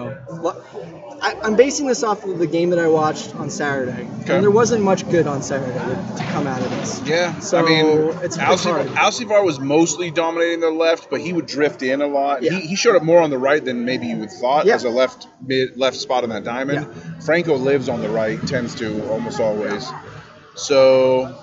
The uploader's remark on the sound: First time at Birdsong Tap House in NoDa.